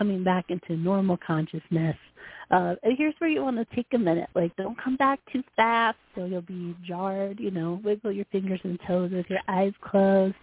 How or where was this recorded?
phone line